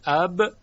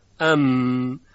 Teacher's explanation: اینجا عمل نرمکام هست. ببینید در تلفظ با نرمکام به طرف بالا میره، مسیر خیشوم رو میبنده، پس هوا و صدا به ناچار باید از دهان خارج شه و وقتی خارج میشه که لبها از هم باز بشه.